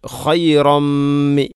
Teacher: അതുപോലെ തന്നെ തൻവീന് ശേഷം മീം, ഖൈറമ്മി. തൻവീന് ശേഷം മീം വന്നാൽ ഇദ്ഗാം കാമിൽ, പൂർണ്ണമായിട്ടും തൻവീനിനെ മീമിലേക്ക് കൂട്ടി ലയിപ്പിച്ചുകൊണ്ട് ഓതണം.